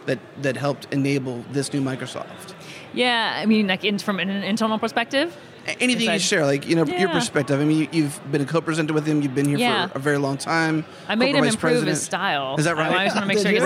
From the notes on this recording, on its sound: We’re on location at Microsoft Build 2018